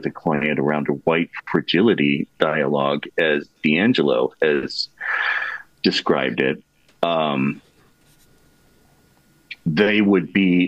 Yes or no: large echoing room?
no